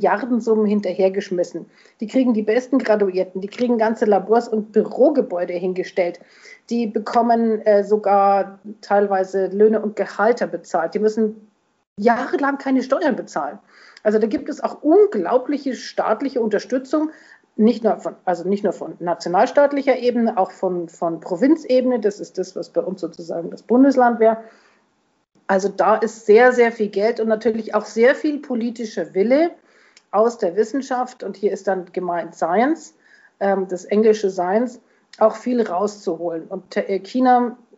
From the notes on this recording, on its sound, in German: Das Gespräch wurde am 17.05.2021 als Onlinetelefonat durchgeführt und aufgezeichnet.